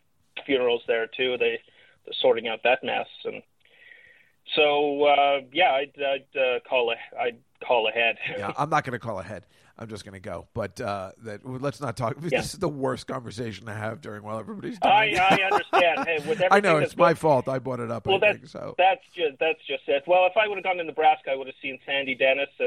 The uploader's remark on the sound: as a live call-in show